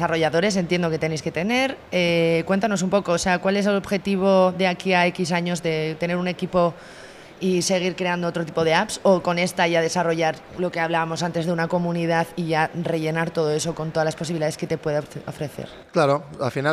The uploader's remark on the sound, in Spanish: Grabados en Bventure 2022, el mayor evento de emprendimiento de la zona norte.